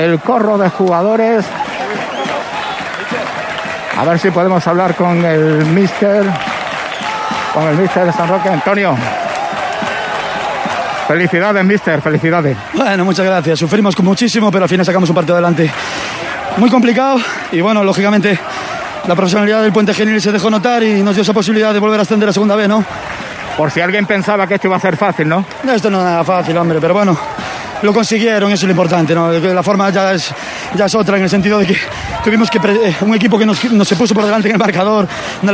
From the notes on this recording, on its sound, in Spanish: Victoria y celebración del ascenso, nuestro microfono llevó la noticia en directo y sobre el terreno de juego.